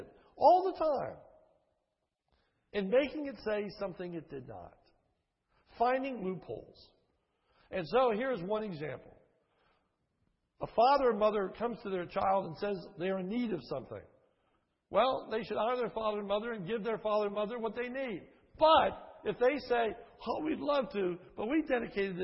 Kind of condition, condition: setting, large echoing room